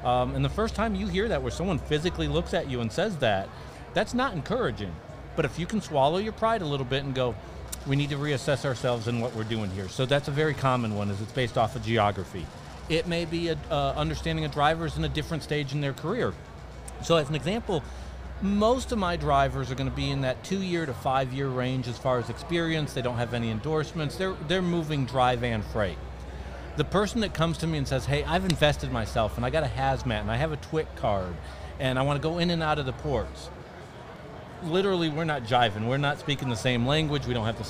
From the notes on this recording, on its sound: EPISODE 18: Live at MATS 2023. Sense Per Mile takes you to the Mid-America Trucking Show. Live-recorded episode from MATS!